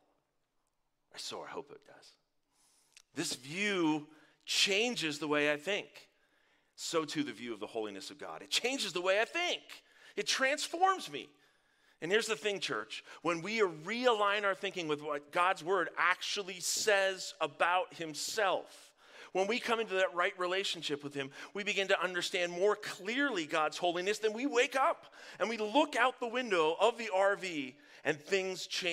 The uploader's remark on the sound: Live from our Dripping Springs Campus!